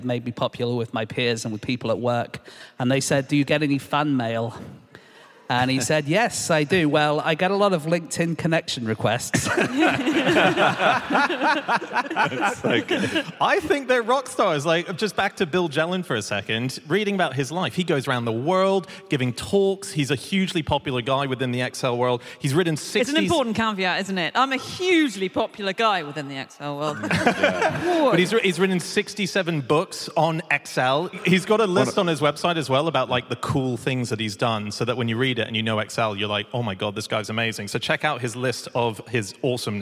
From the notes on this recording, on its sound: Live from Aberdeen